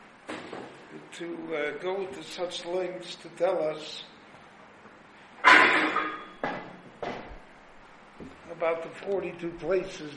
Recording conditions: live audience